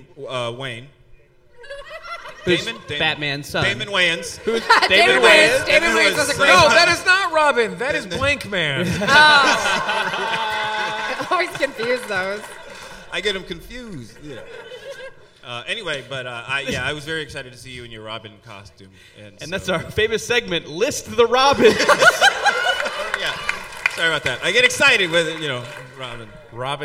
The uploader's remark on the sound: live on stage at MaxFunCon East